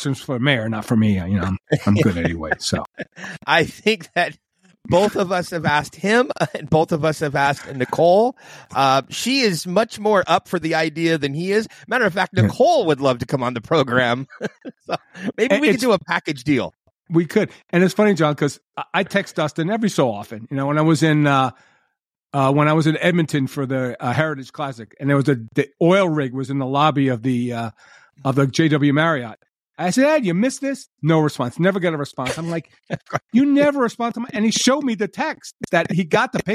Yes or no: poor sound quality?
no